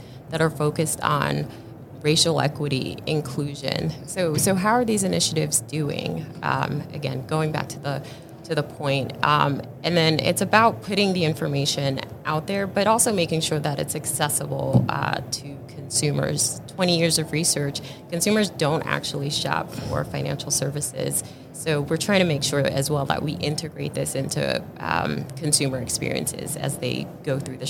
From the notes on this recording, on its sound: This was LIVE at the Money20/20 US show in Las Vegas in October 2022.